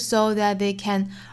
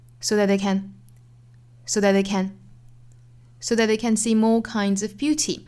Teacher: 甚至他们四个词在一起加起来的长度还没有后面一个 see 这个实词长度长。 · Shown in: second take · 我们可以说四个词作为一拍来处理啊， da see more kinds ofbeauty。所以 so that theycan 我们只占一个 da。好，这句话我再用非常慢的速度用英音来读一下。We don't change. · Term: 虚词弱读